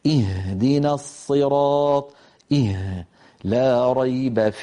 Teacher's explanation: الهاء وهي الحرف أيضا من أقصى الحلق تخرج باهتزاز الوترين وعدم انقفالهما لكن بقربهما من بعضهما جدا. هنا لا بد من تقارب الوترين.